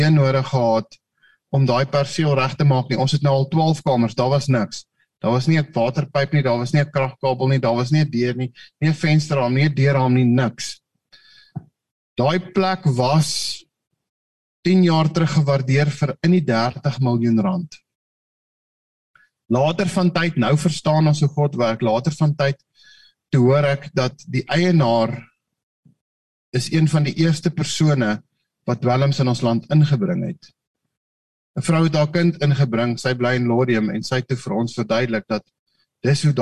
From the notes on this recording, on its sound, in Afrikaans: Manne van die Woord Zoom Byeenkoms 8 Maart 2022